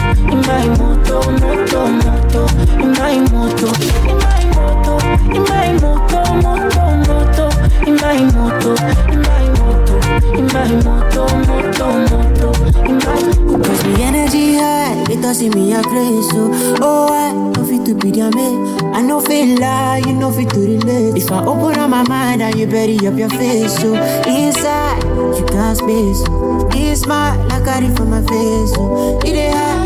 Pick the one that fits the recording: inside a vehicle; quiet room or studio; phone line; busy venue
busy venue